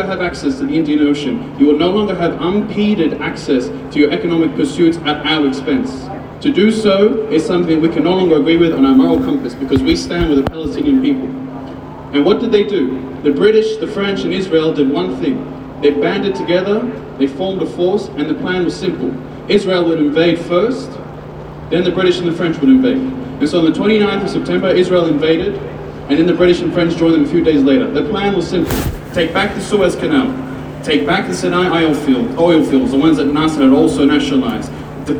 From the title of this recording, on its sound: Audio of my speech at the Palestine rally